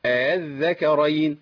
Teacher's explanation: يبقى بين الهمزه وبين الالف بخلي الهمزه الثانيه بين الهمزه وبين الالف · Term: التسهيل